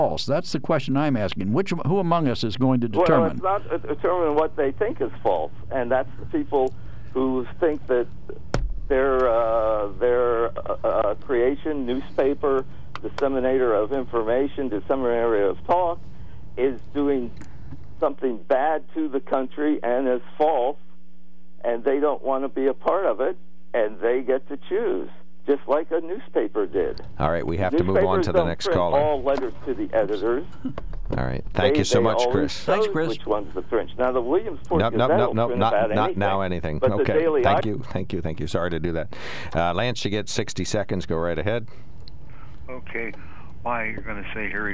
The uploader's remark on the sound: Then vibrant open phones. During open phones.